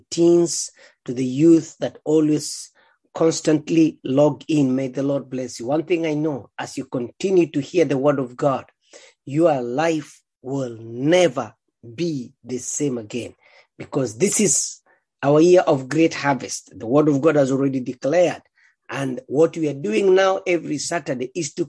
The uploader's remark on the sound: Thank you for praying and joining Living Effectively zoom meeting